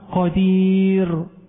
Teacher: الراء المتطرفه، لان ناس يعني طلبه مثل قدير وبصير خبير اثناء الوقف بيكرروا الراء · Term: التكرار